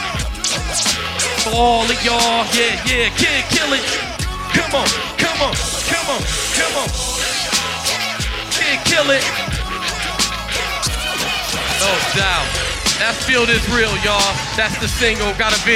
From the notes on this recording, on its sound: Performed at part of the Chreece 5 music festival. Perform at the Pioneer in Fountain Square Indianapolis.